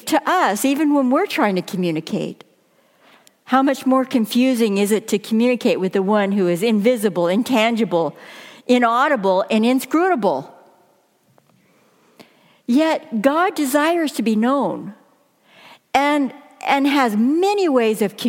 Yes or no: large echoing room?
yes